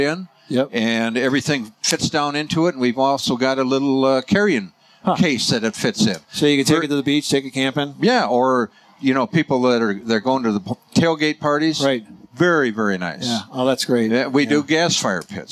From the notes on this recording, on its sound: Live from the 2018 National Hardware Show